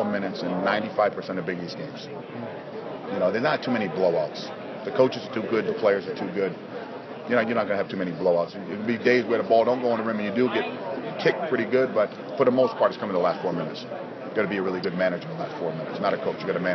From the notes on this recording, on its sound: From this year's Big East media day at Madison Square Garden.